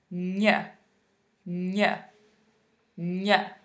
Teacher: It's similar to an N in English, but instead of bringing the tip of the tongue up behind the teeth, like we do in the English N, we actually flatten the whole tongue right up against the roof of our mouths. So take your tongue, flatten it, push the whole tongue against the top of your mouth, and then try and make a N sound. · Term: smiley N